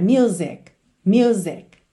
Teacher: É muito comum, como a palavra música em inglês é uma palavra que muitas pessoas usam no dia a dia, é frequente esse erro de pronúncia music. Lembra que essa letra C é uma consoante oclusiva, ela vem encerrando o som da palavra music